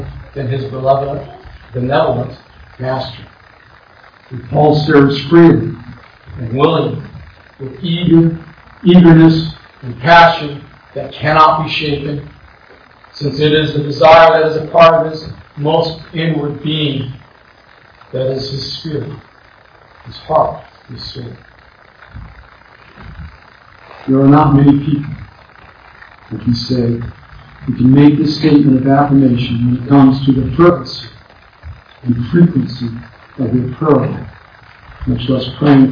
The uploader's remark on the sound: Once again, I apologize for the bad audio quality.